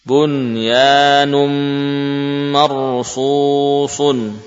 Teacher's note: Nun sukun juga mengalami idgham bi ghunnah pada mim.